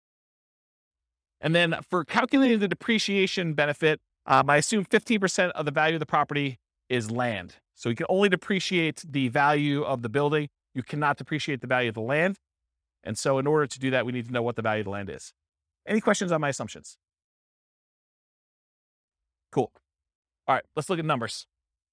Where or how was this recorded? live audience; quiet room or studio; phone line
live audience